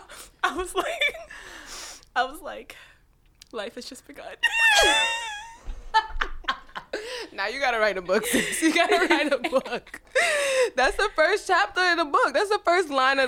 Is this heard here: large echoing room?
no